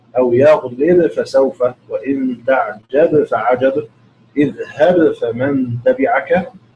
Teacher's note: وأظهر أيضا الباء المجزومة عند الفاء في موضعها الخمسة مخالفا أبا عمرو